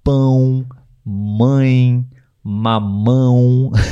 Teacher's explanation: o ar passa pelo nariz · Term: som nasal